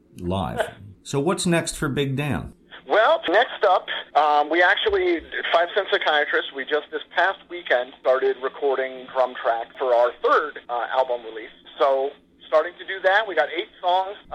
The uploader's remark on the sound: first ever phone interview